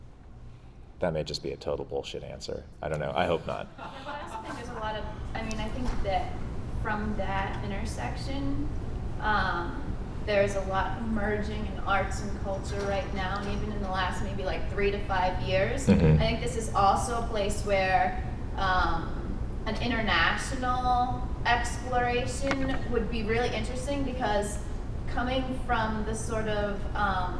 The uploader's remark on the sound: a panel they gave at South by Southwest Interactive